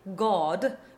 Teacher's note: This, of course, is a very American pronunciation of the word God, which in received pronunciation would be God, with that dark backwards ah sound